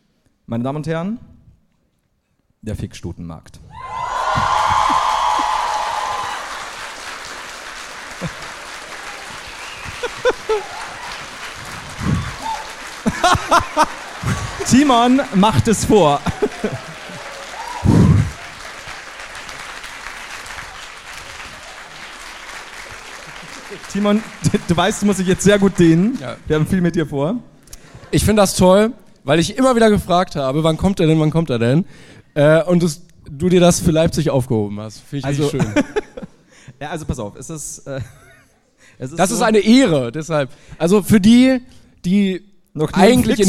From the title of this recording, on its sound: LIVE in Leipzig